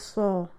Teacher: صاد جو ہے وہ بھاری حرف ہے، اس کو او کی ساؤنڈ میں لے کے آئیے